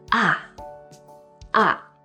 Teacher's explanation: this is said in the fourth falling tone